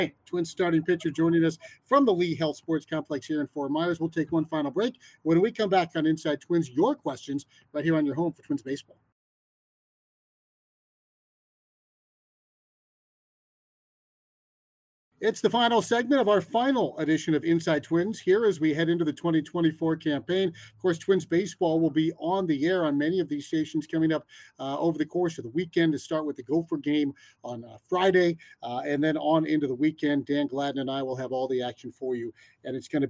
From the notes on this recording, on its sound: the sounds of Spring Training in Fort Myers